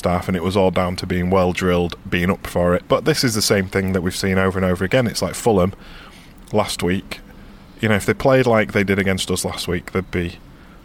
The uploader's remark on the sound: sit in a carpark near Elland Road